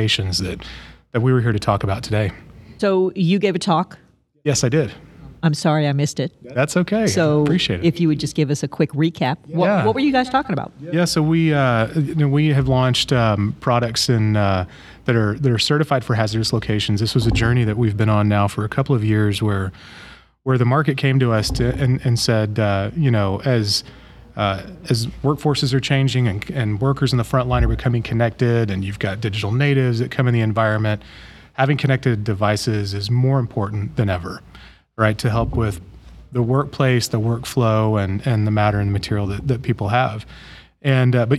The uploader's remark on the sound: talks with some of the Exhibitors and Presenters at the Operational Excellence in Oil and Gas Conference